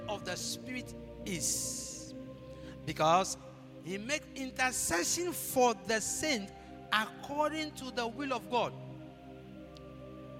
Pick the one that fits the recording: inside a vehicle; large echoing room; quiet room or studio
large echoing room